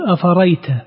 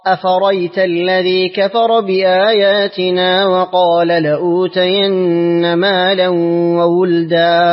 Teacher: يقرأ بحذف الهمزة، يقول أفريت